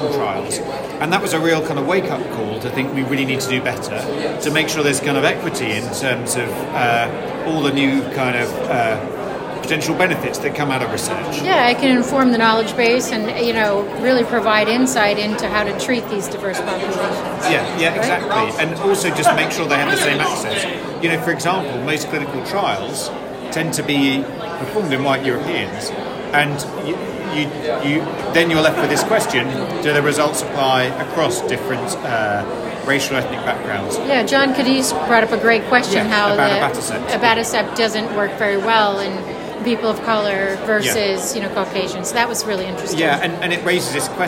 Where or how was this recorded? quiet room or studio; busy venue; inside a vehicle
busy venue